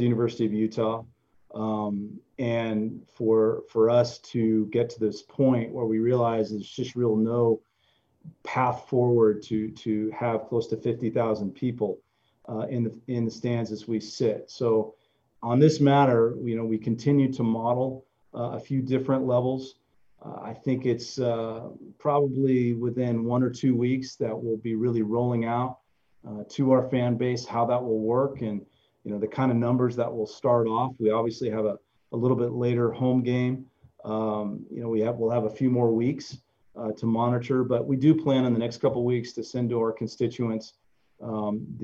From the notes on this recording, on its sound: ZOOM conference call